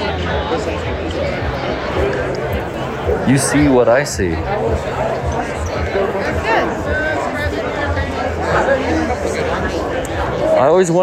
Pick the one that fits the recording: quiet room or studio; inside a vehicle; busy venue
busy venue